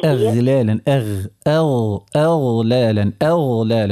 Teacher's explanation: الغين مفخمة، رخوية ومفخمة